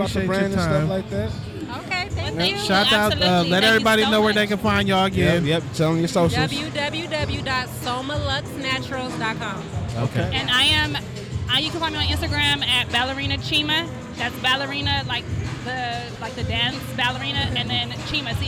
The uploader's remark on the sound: we were live at the Heart Break Gang Celebrity Basketball